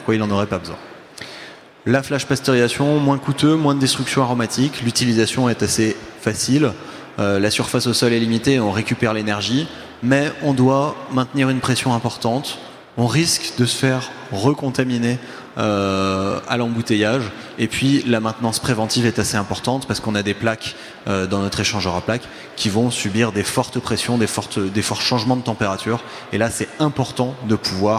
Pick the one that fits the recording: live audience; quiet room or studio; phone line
live audience